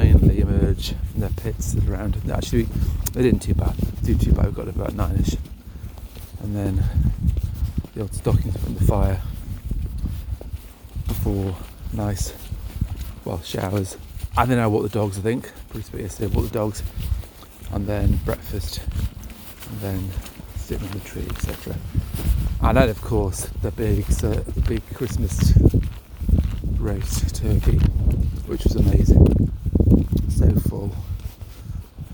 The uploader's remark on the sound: Boxing Day walk